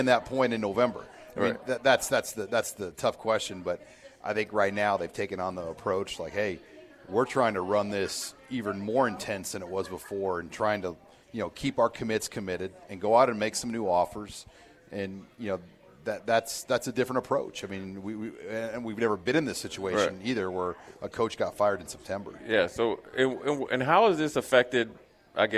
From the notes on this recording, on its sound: Live from Tanner's